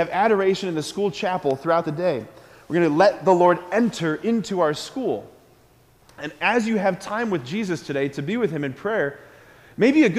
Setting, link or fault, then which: setting, large echoing room